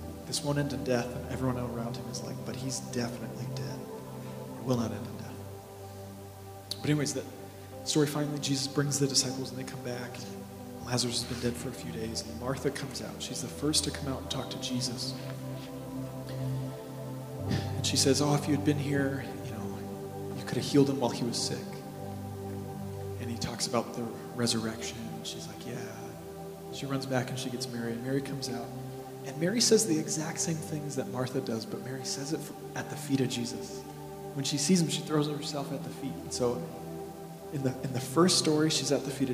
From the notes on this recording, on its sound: This message was preached in-between spontaneous worship moments.